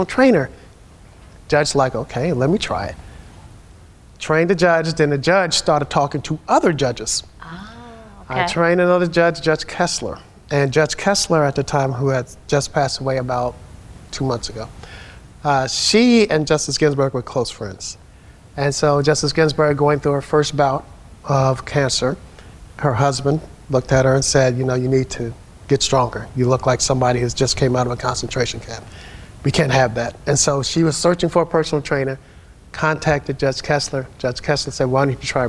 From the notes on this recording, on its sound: Live edition of Seniority Authority from the Leading Age Summit in Washington, D.C.